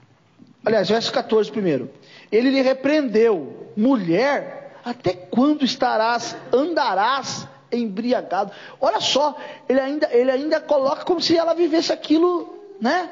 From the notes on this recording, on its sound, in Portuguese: Culto gravado em 06/09/2022 durante culto das causas impossíveis